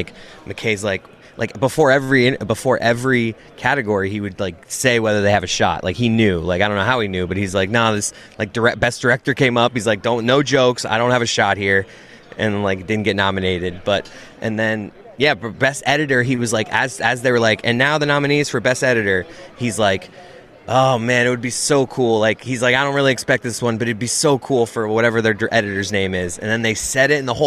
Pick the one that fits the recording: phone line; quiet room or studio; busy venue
busy venue